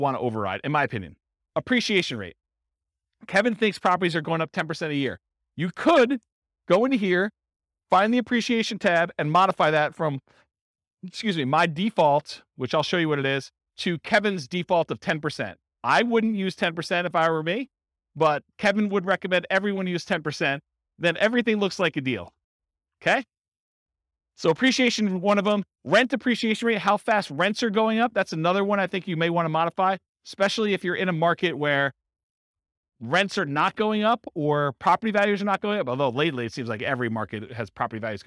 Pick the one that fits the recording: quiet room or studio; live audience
live audience